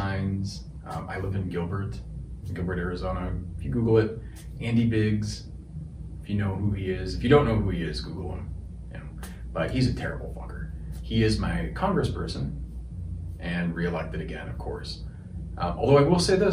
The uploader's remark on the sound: Apologies for the audio quality. Had more issues with my wireless mic.